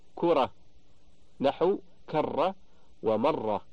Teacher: والتكرير صفة ملازمة لحرف الراء بمعنى أنها قابلة لها فيجب التحرز عنها، لأن الغرض من معرفة هذه الصفة تركها بمعنى عدم المبالغة فيها. وأكثر ما يظهر التكرير إذا كانت الراء مشددة